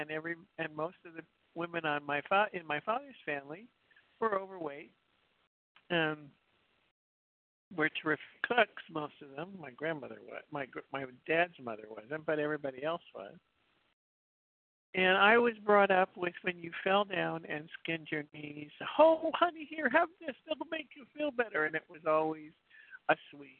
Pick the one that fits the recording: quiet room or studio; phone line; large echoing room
phone line